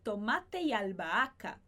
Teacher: esse H não vai ser pronunciado, mas os dois As que vêm antes e depois, os dois são pronunciados